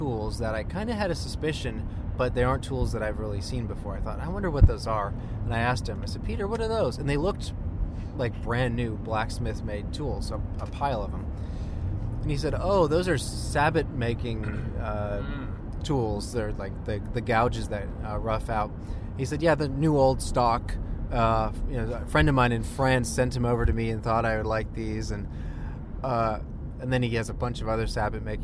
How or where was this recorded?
inside a vehicle